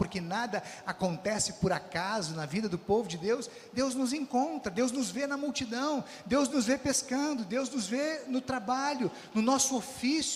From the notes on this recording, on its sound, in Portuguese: Mensagem proferida no culto ao vivo do dia 29 de janeiro de 2023, da Congregação Evangélica Luterana da Esperança, de Brasília (DF).